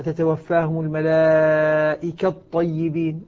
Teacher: أيضا أدغمنا التاء نعم في الطاء